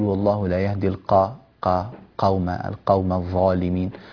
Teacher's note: انظر كيف فخمت الظاء في الظالمين وزيد التفخيم أيضا في القاف، القوم هكذا.